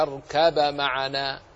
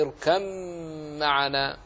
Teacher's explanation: فإدغام الباء الساكنة في الميم هنا عليه جمهور القراء · Shown in: second take · وهناك من القراء من أظهر الباء فقرأ يا بني اركب معنا، يا بني اركب معنا، أو يا بني اركب معنا.